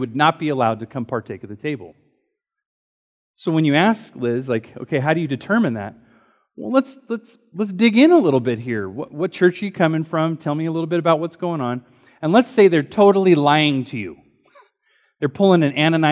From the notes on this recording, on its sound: Recorded during Sunday School